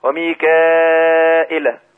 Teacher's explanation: هيقول ميكائيل بالهمز بلا ياء · Term: بالهمز بدون ياء